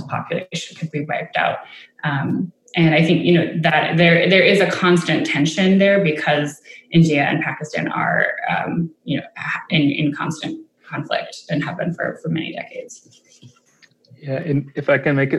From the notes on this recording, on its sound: Webinar.